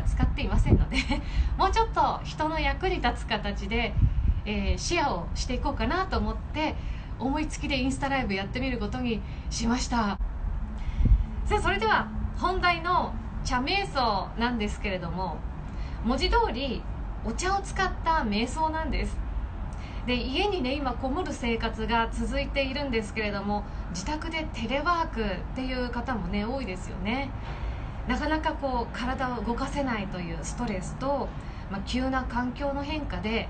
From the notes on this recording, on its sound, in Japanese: インスタライブの音声です